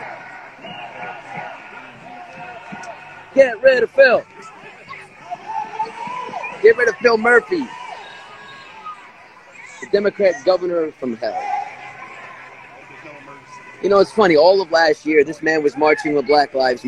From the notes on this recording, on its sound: Anti Tyranny Rally Live in Trenton, NJ. Does his live feed down in front of the Statehouse.